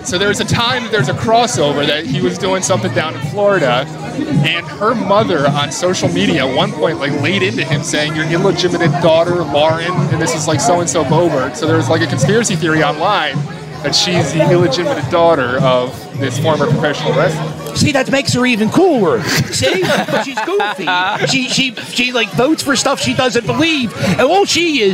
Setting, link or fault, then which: setting, busy venue